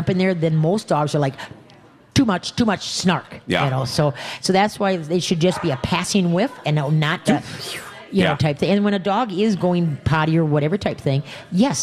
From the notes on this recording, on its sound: We are LIVE from the New Chuck and Don's